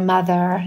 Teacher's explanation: So, you know, she grew up and had some, you know, New York or Brooklyn features in her language, such as dropping the R at the end of a word. So, you know, mother, something like that, leaving the R at the end, leaving off the R.